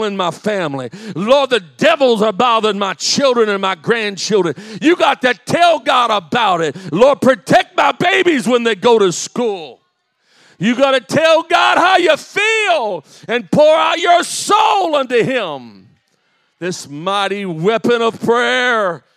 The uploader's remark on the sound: This is a live recording of a teaching